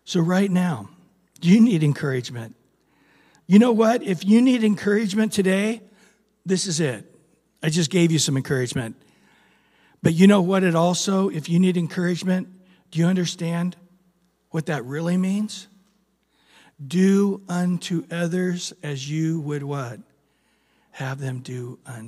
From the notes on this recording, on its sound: Recorded at Calvary Chapel of Los Alamitos